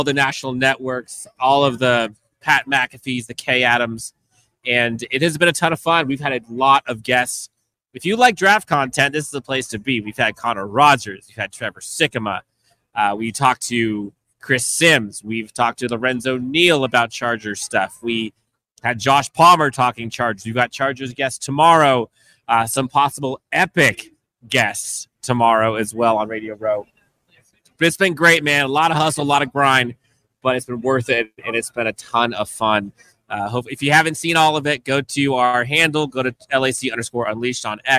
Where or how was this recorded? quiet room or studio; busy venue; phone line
busy venue